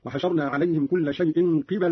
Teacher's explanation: قرأ قارون بكسر القاف وفتح الباء هكذا: وحشرنا عليهم كل شيء قبلا ما كانوا ليؤمنوا، على أن قبلا بمعنى جهة أو معاينة.